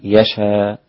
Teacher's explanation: وحمزة يقف عليها بعدم الهمز بإبدال الهمزة ألفا